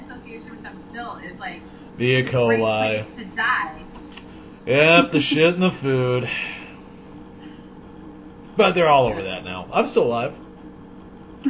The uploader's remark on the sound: The audio is a little off this week